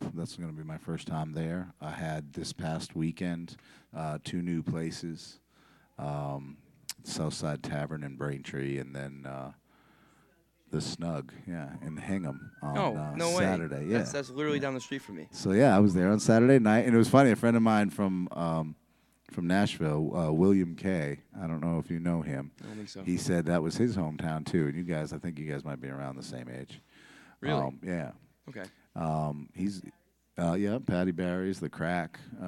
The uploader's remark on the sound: Hosts a performance and interview. The Parlour for hosting this recording at their fine space on North Main Street in Providence.